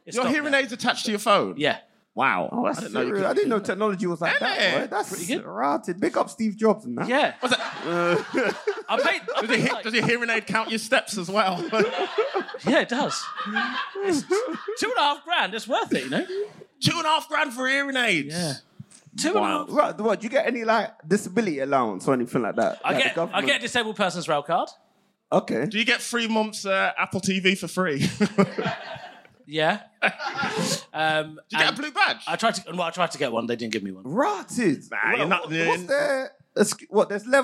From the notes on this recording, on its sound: Live in London. This episode was recorded LIVE at Just for Laughs London.